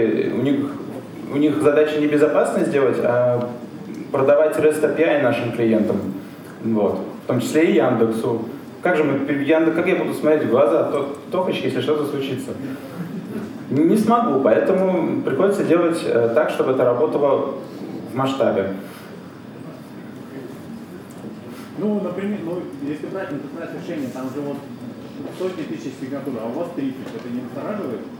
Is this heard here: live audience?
yes